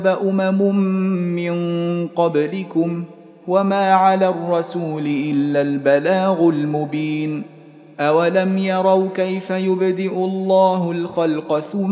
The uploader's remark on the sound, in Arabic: مسجل من صلاة التراويح بمسجد السلام بحي مشرفة بجدة.